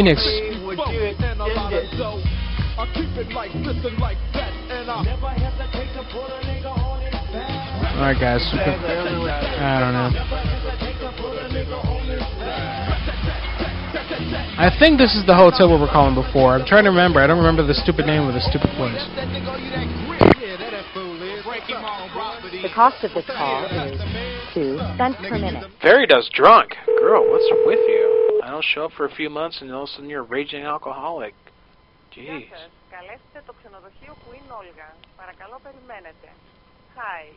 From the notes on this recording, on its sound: Prank Phone Calls Collection